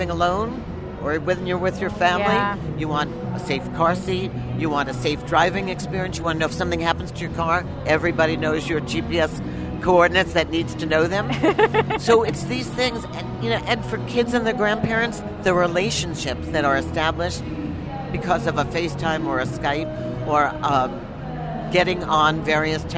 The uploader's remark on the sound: Live from the Consumer Electronics Show!